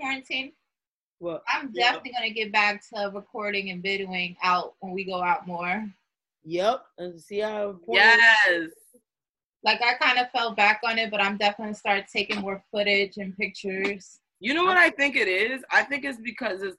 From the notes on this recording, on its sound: The girls connect via zoom